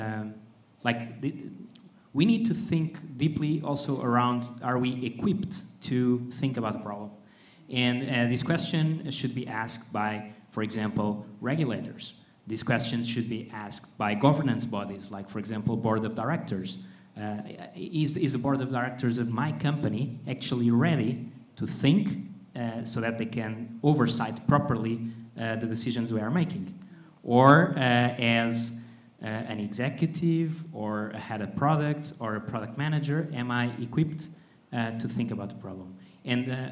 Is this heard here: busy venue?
yes